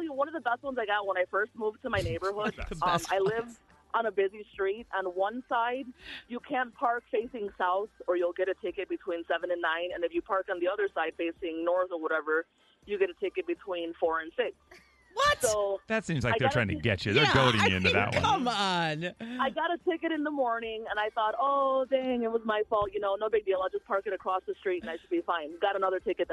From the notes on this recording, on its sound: Even an assistant principal called in to the show.